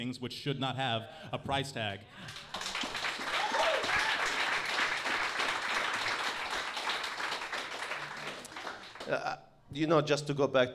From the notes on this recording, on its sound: This is our LIVE TAPING episode